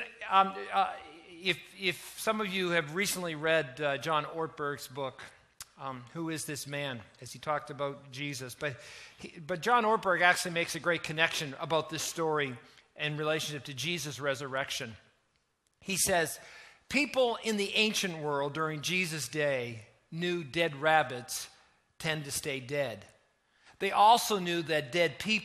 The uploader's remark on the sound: Easter Weekend at The Journey Church in Moncton.